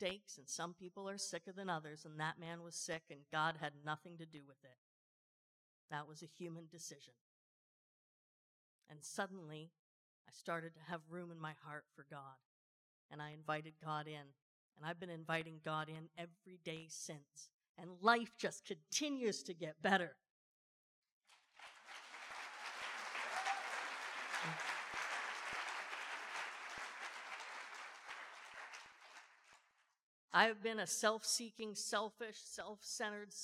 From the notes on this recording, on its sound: the closing speaker for the Sobriety Under the Sun conference in Puerto Vallarta 2024